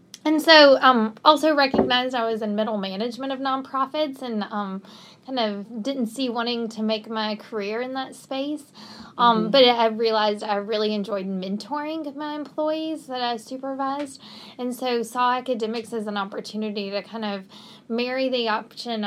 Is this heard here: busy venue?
no